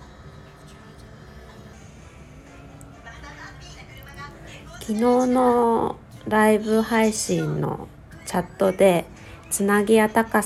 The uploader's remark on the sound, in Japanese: 息子が発熱の為、今朝は収録配信でお届けします。熱は下がっていないですが、TVを見ており雑音が大きく入っています。